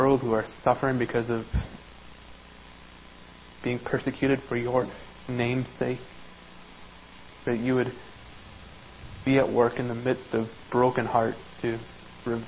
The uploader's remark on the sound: Worship Service - Audio